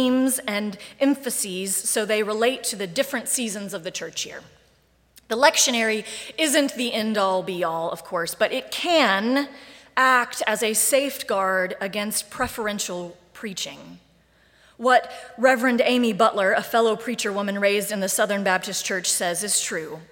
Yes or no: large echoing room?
yes